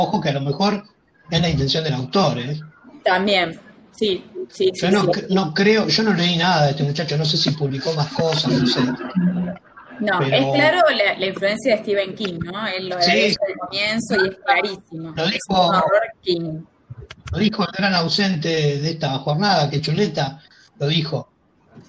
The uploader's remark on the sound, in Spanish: La hicimos usando #jitsi y con transmisión en vivo por #youtube